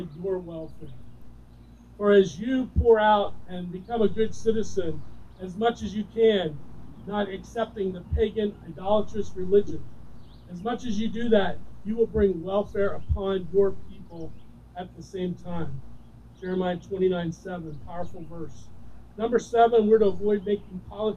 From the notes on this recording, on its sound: Recorded During an Outdoor Service